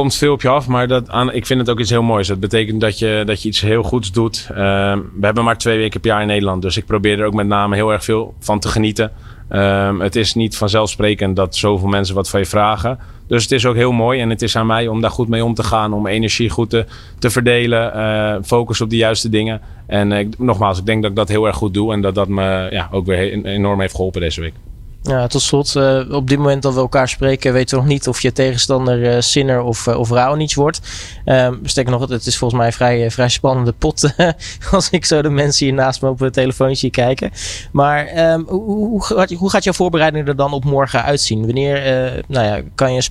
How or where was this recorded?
busy venue